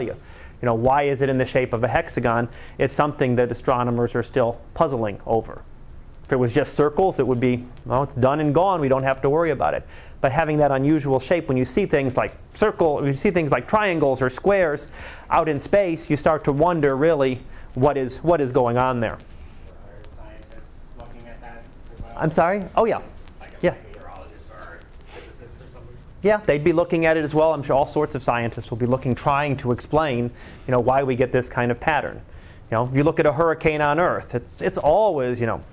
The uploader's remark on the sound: Live Class Lecture.